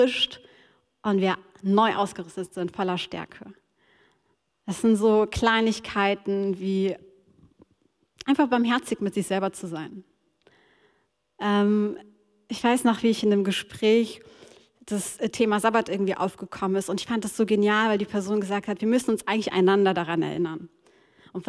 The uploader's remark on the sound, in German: Die Aufnahmen sind im Rahmen unseres gemeinsamen Wochenstarts als Angestellten-Team in der Move Church entstanden.